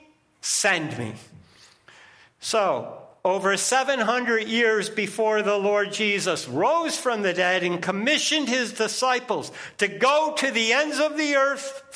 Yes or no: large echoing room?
yes